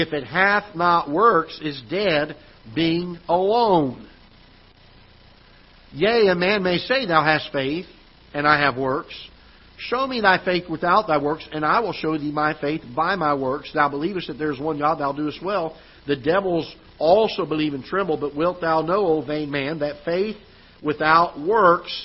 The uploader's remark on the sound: Ketha Heights Baptist Church ~ Live Broadcast